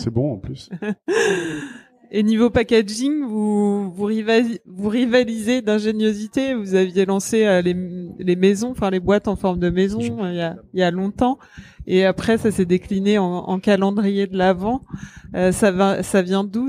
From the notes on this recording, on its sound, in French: Les APETALKS sont des live savoureux organisés en partenariat avec le Food court des Galeries Lafayette Champs Elysées. À l’heure de l’apéritif, nous invitons le public à rencontrer les fabuleux artisans qui y œuvrent chaque jour.